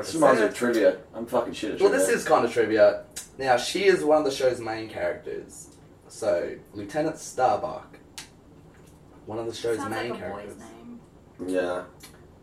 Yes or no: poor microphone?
yes